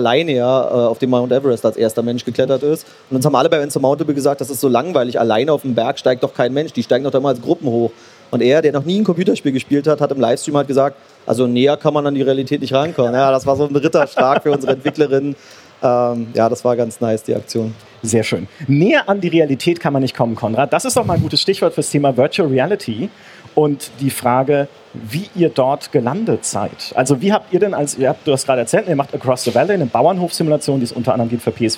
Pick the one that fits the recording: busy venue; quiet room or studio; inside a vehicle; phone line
busy venue